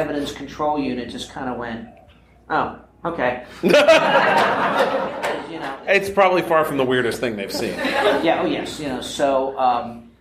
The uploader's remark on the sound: Another fantastic panel from Balticon 2019.